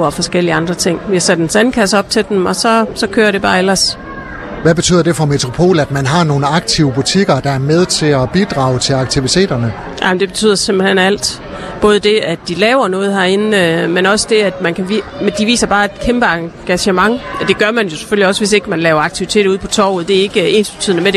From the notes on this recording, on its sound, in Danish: LIVE Sommerby Hjørring - Metropol Shoppingcenter. På grund af vind og vejr var Skaga FMs Live fra Sommerby Hjørring for en enkelt dag rykke indendørs i Metropol Shoppingcenter.